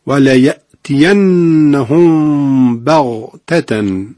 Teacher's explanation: حرف غین رو دقت بفرمایید، با صفت استعلاش و اون حالت تفخیمش